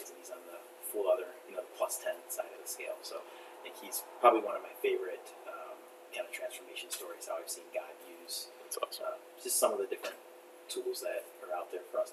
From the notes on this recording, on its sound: Didn't switch the mic again off of the laptop mic, so the quality of the recording is not up to Core4Life standards.